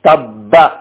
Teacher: ഇനി നാലക്ഷരങ്ങളാണ് ബാക്കിയുള്ളത് ഈ നാലക്ഷരങ്ങൾ ചുണ്ട് ഉപയോഗിച്ചുകൊണ്ടാണ് ഒന്ന് ബ എന്ന അക്ഷരം രണ്ട് ചുണ്ടുകൾ ചേർന്നുകൊണ്ടാണ് ബ എന്ന അക്ഷരം